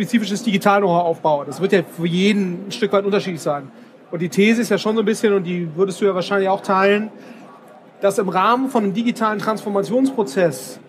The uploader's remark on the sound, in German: Auf dem #OMR Festival in Hamburg